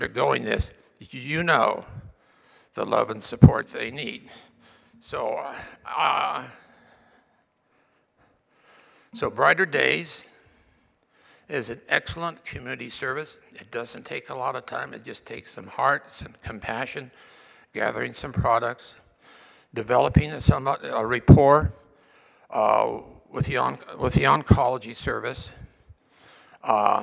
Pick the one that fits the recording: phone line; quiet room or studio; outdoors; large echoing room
large echoing room